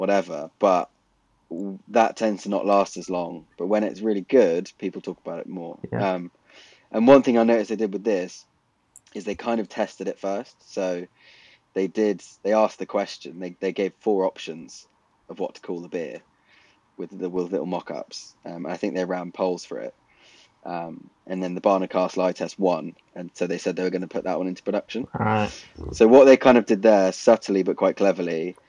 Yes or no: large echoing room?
no